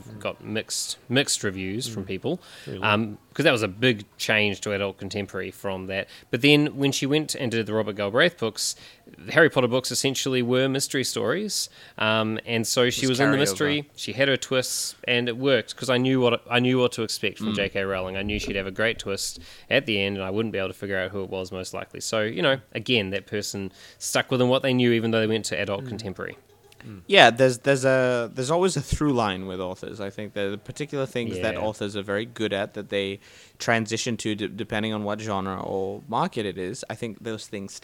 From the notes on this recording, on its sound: Recorded live at the Brunswick Street Bookstore.